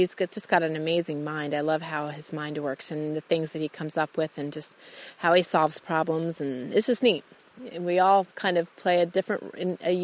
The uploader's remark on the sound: I take you out into the Idaho wilderness on this amazing, crisp, sunny day to record my show.